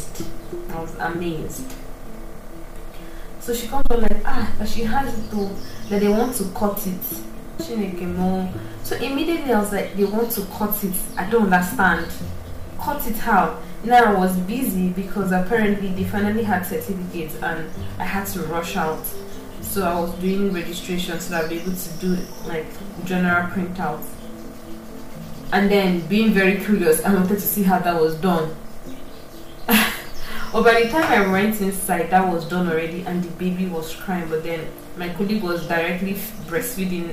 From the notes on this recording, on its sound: Apologies for the background sound. I guess it's my punishment for recording in the morning and not in the evening.